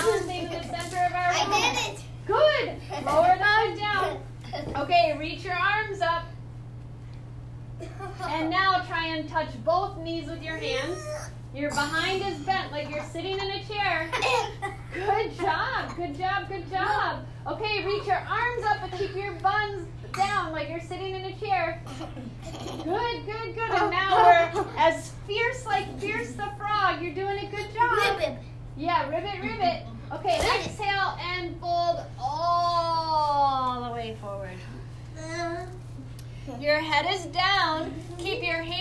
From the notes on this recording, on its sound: This is a live recording from a children’s The Adventures of Super Stretch kid’s yoga class ages 7yrs to 9yrs